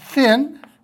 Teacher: these are the fricatives that are made by putting the tongue in between the teeth, more or less